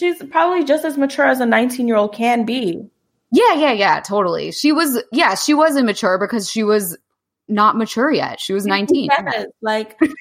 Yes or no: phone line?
no